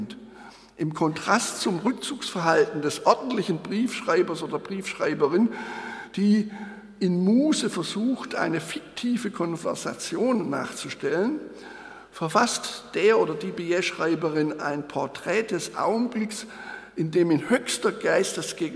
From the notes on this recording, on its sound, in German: Der Beitrag ist der gekürzte und moderierte Mitschnitt des Festvortrags. Anlässlich der Eröffnung des Graduiertenkollegs Kleine Formen im Tieranatomischen Theater der Humboldt-Universität zu Berlin.